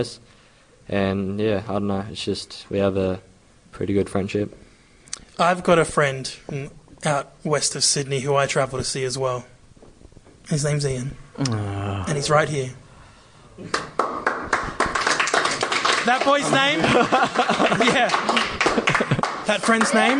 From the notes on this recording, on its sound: This is our last live school session for the term